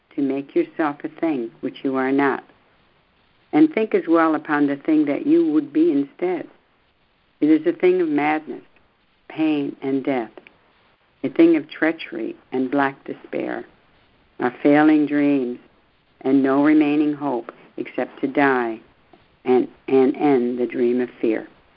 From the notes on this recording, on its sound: ACIM Daily Conference Call